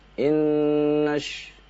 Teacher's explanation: tasydid pada nun ditahan dua harokat